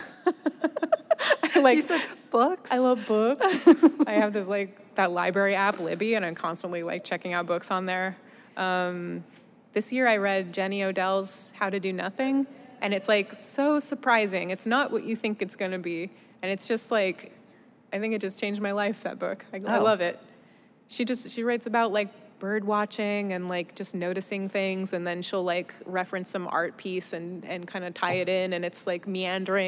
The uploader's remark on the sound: At the 2019 Werk It Festival keynote. Werk It: The Podcast is the ICYMI version of the live event. Both the festival and the podcast are produced by WNYC Studios.